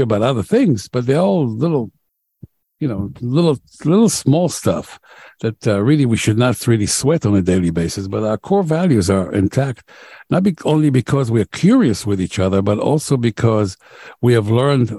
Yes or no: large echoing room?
no